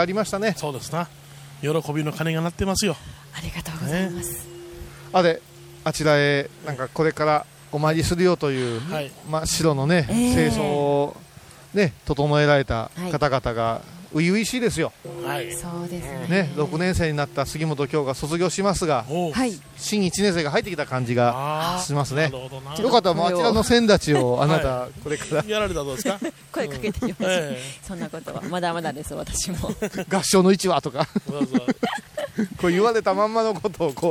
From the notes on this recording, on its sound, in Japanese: お礼参りに第一番札所、竺和山霊山寺に戻ってまいりました。今回は、四年前に霊山寺をお参りした時の音声も交えてお送りします。